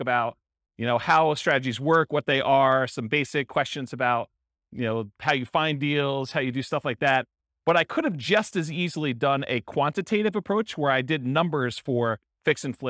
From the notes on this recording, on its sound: This was a live class recorded